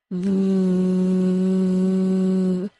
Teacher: I can hold the V sound because I never fully stop the air from leaving my mouth. The V sound is created by using continuous friction.